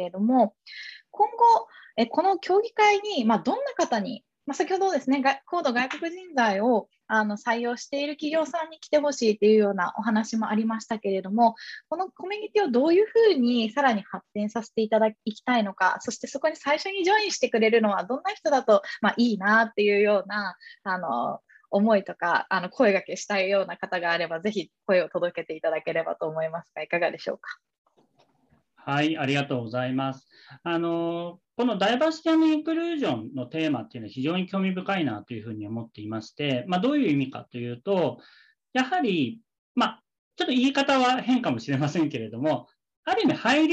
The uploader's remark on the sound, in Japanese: 〇方 法：ウェビナー（Zoomでのオンライン配信）